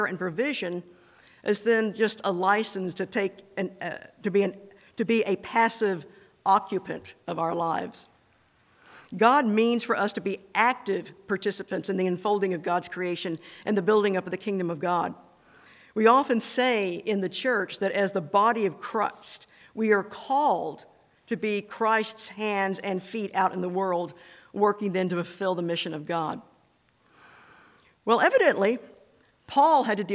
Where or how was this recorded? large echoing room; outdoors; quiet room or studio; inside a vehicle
large echoing room